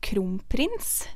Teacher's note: Men på grunn av at den P-en, måten den uttales på, at du lukker leppene, så sluker den på en måte N-en, så den kommer bort, og så blir det en M i stedet